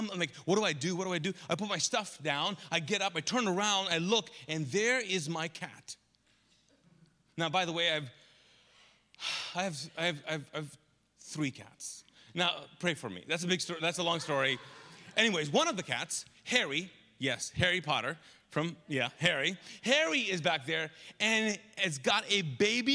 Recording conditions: large echoing room